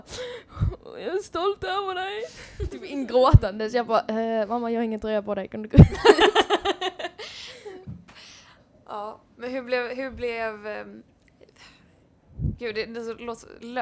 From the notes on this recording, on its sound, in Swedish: Månadens avsnitt av Tampodden är, liksom förra, live från West Pride i Göteborg.